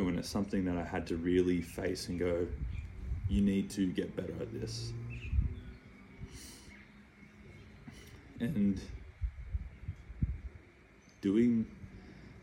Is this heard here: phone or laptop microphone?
yes